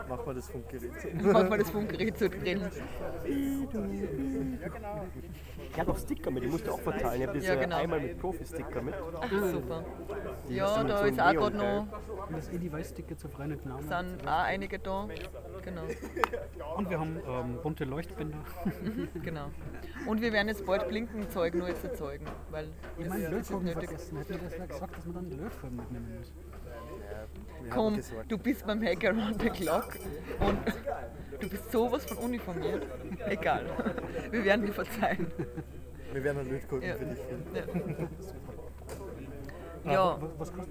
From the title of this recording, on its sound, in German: Live vom Hack Around the Clock